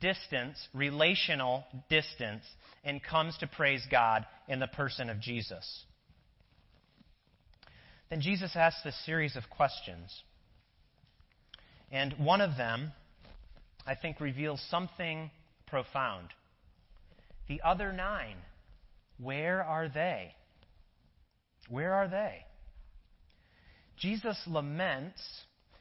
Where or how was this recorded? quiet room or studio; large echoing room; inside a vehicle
large echoing room